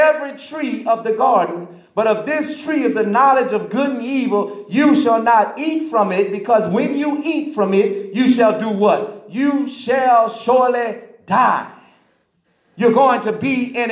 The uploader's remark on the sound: This message was recorded in the sanctuary of Divine Mission House Of Prayer